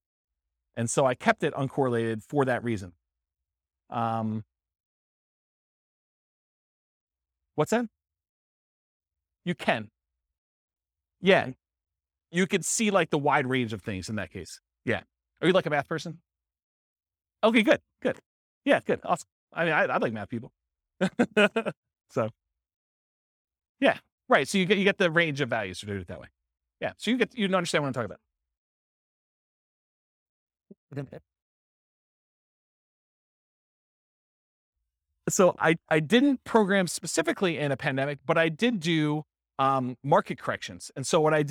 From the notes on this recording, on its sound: This was a live class recorded.